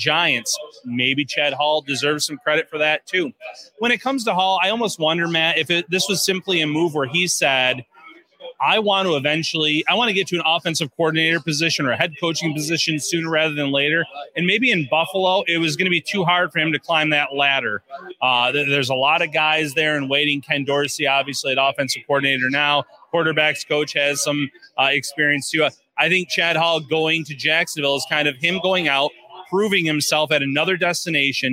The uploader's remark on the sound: LIVE FROM WINGNUTZ. Are live back out at Wingnutz at 700 Military Rd. For another live show one night before the big game.